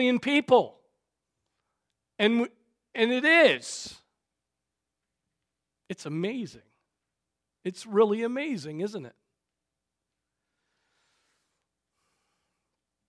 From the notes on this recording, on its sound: Preached on February 4, 2024 at Trinity Presbyterian Church (Evangel Presbytery) in Spartanburg, SC.